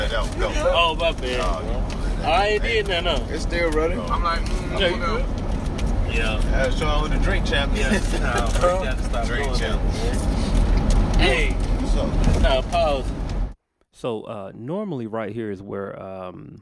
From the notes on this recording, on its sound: This time around we press record in the car. Right outside of Montgomery, AL headed to Pensacola, FL.